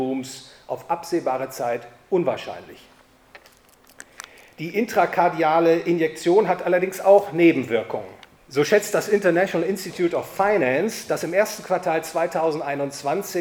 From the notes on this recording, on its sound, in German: gehalten auf dem PLATOW EURO FINANCE Family Office Forum in Königstein im Taunus